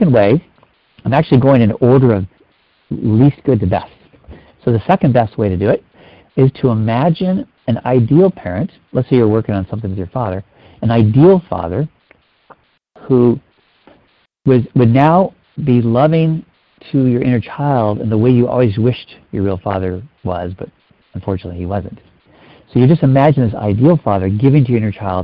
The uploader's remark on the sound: Finding Love Live Q&A Calls.